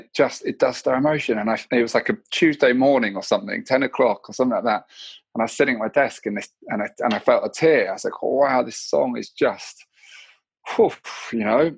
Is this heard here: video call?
yes